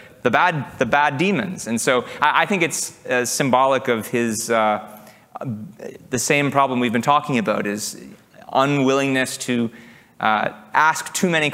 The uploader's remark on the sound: Recorded July 2, 2023, at OCON in Miami, Florida.